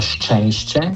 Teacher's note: na začetku imamo trda š in č in potem mehka š in č · Term: trdi šumniki